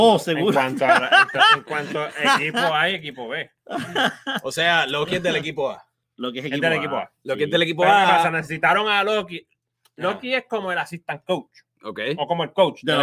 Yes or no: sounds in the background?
no